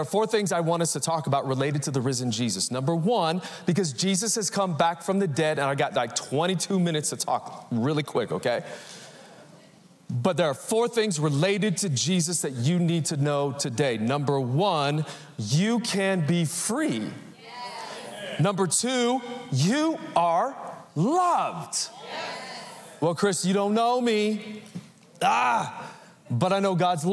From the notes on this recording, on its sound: Recorded live at Capital Church in Meridian, Idaho Easter Sunday 2023